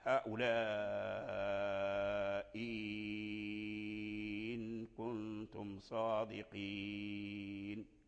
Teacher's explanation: أبدل ورش الهمزة الثانية ياء، فصارت الهمزة الثانية ياء مدية